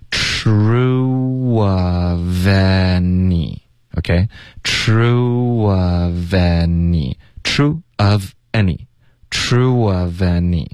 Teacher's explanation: True 跟后面 of any 要连读。